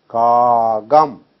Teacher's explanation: This ka becomes ga because of the previous letter.